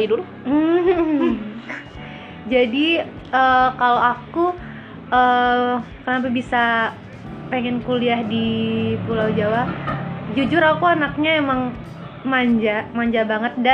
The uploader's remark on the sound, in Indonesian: Mohon maaf suara bising karena resiko rumah dipinggir jalan + lagi ada yg renovasi rumah.